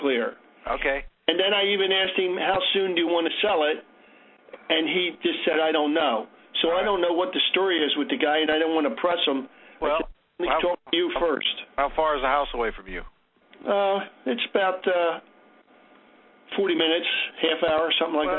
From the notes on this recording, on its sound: Q&A Call